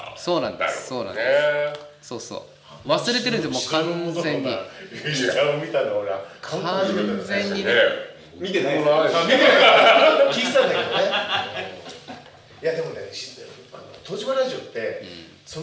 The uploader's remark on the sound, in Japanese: 肘折夜市の湯治場ラジオ酒場をご利用いただいたみなさん、ご寄付いただいたリスナーのみなさんのおかげで、マイクを新調いたしました！新しい録音環境になり、まだセッティングが甘い録音となっております。